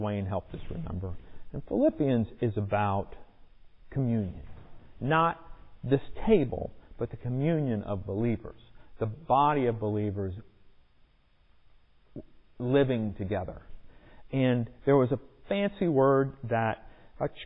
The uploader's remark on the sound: Recorded in the sanctuary of MPPC